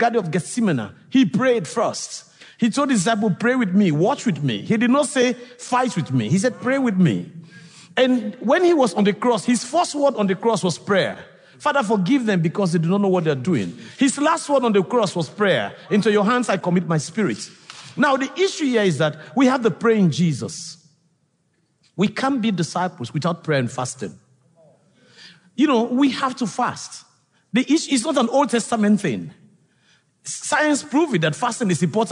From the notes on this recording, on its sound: This episode is from The Bonhoeffer Project, recorded at the National Disciple Making Forum.